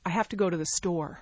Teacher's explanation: the most prominent word in that sentence is the word store. It's a noun.